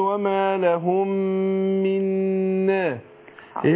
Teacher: ادغام النون في النون. ادغام مثلين صغير.